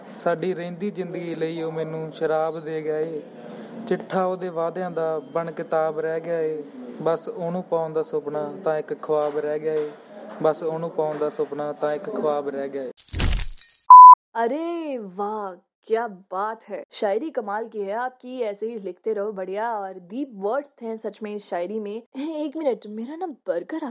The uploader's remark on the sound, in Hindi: Mein Gayi Punjab ke shehar "Sri Muktsar Sahib" ke Food point "Mapples"mein jahan ki meine audience se baatein.